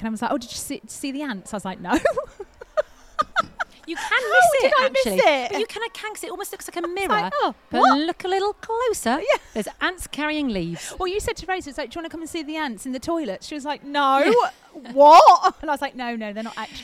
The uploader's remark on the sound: Live from Twycross Zoo!